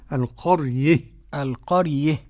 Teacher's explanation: القرية إذا وقفنا فيها للكساء قولا واحدا الإمالة